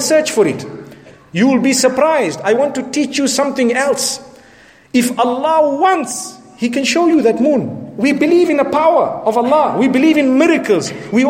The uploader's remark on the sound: Jumu’ah Lecture prior to Ramadan 1437H from Bosmont Masjid in Johannesburg, South Africa.